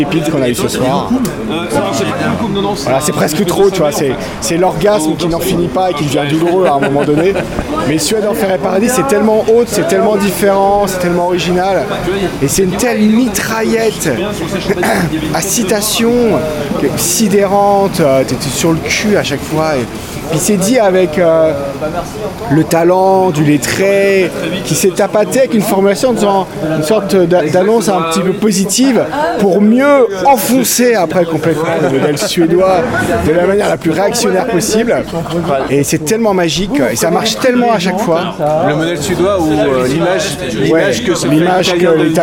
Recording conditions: outdoors